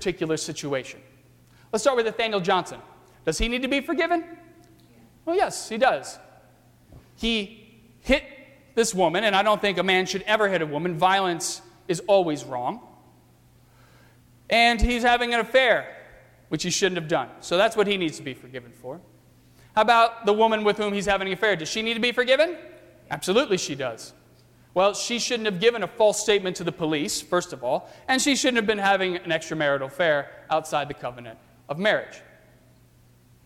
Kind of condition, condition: setting, large echoing room